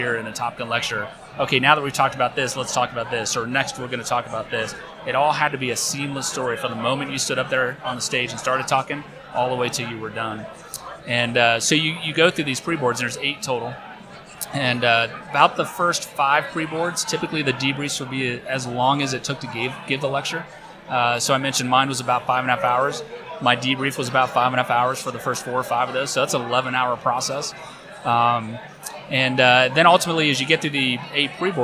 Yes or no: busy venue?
yes